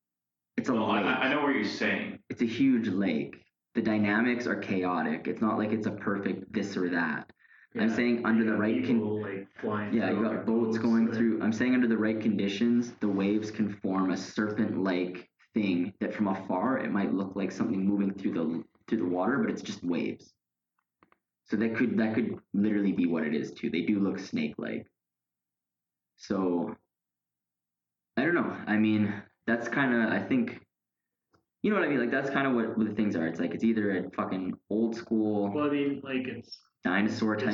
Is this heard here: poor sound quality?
yes